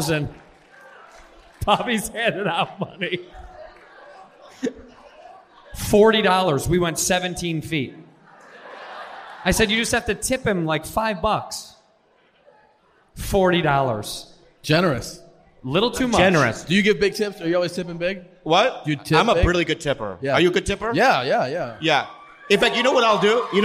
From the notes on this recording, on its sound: Disastrous First Live Show